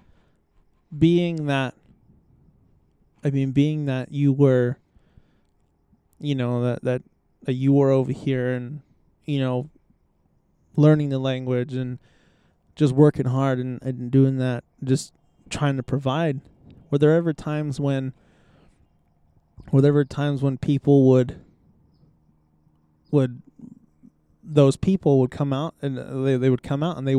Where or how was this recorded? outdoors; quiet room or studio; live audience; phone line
outdoors